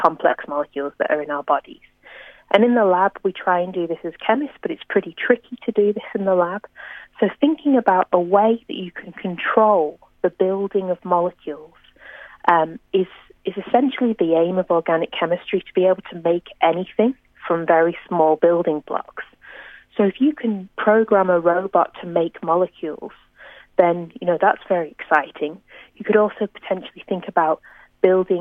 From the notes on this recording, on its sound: over the phone